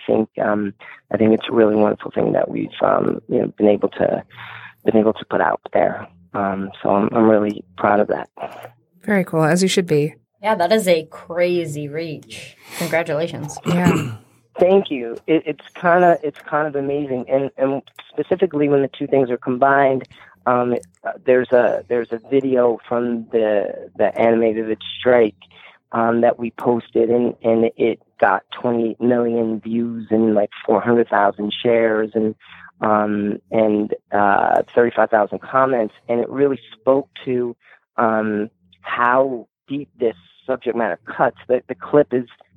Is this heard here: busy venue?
no